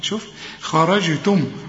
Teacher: خرجتم الخاء مفخمة لأنها مفتوحة والجيم بنقلقلها لأنها عليها السكون